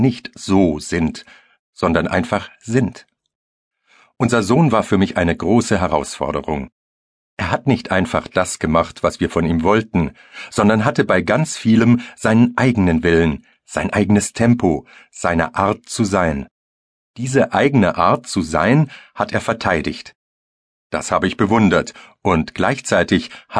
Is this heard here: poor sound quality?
no